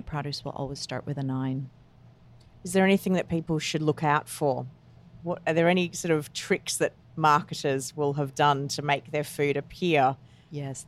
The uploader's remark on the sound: for a live podcast recording in her store in Vancouver BC